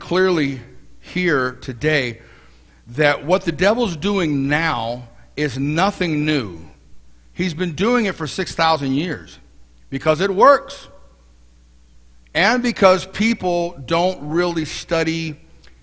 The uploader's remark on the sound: Mt. Zion Church Live!